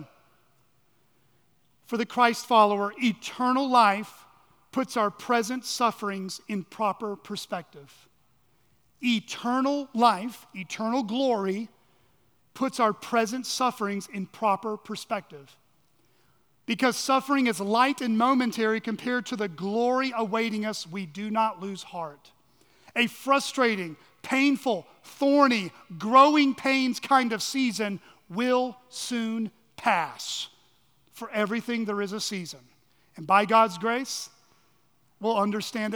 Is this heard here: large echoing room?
yes